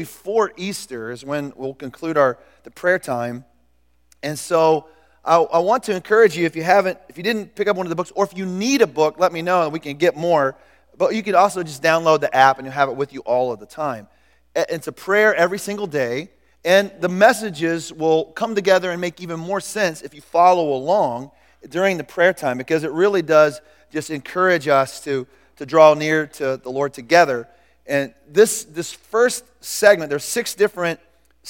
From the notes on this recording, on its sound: Recorded at The Calling Community Church located in Platte City, Missouri. Services are held at the Platte County High School Auditorium.